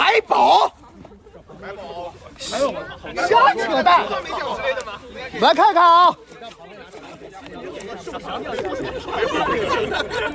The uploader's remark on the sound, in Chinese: 本期节目来到了上海龙骑兵美式橄榄球队的年会活动中，用声音录下了年会的氛围，并抽空随机采访了几位队内队员、队长及球长组织者。现场颁奖。